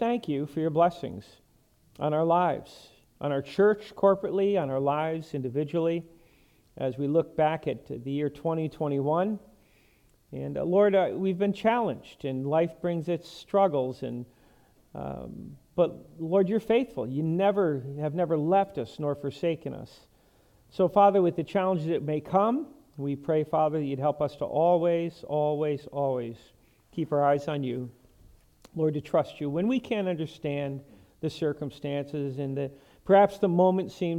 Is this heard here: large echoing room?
yes